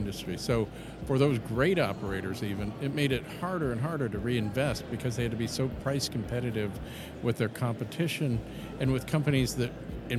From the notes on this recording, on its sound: in Detroit, Michigan at the ABA Marketplace and Busworld North America were taking place at the Huntington Place Convention Center